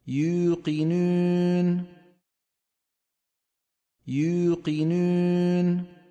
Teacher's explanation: انتبهنا أخواني، خلط صوتها بشيء من صوت الياء، هذا يفعله إخواننا الأتراك، يعني خلط صوت الواو بشيء من صوت الياء